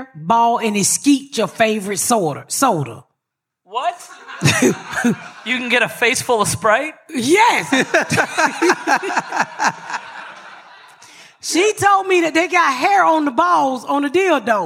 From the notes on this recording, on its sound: Live from Skankfest Southwest. We are live this week at Skanfest Southwest!